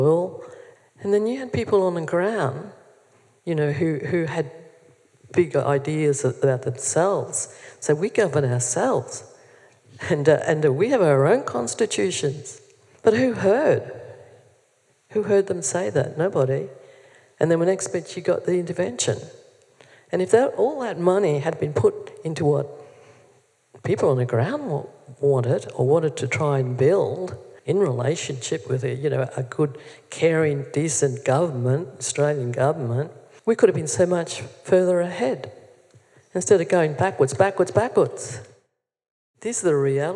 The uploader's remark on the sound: This episode features a live event recording